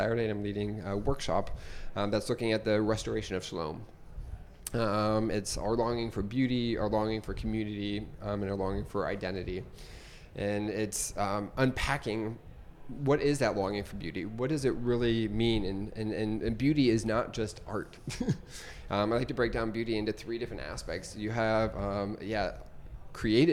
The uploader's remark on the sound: A Café Performance. Here in Japan.